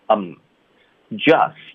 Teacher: 我们把它弱读成 I'm，所以我们张嘴放松然后再合上嘴唇